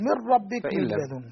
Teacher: نقرأ بالإدغام بدون غنة، بغير غنة، كامل بدون غنة